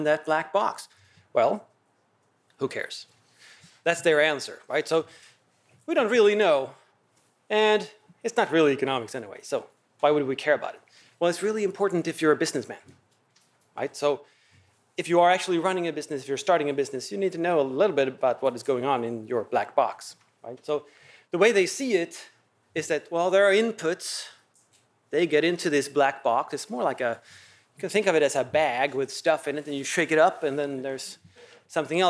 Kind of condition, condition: setting, large echoing room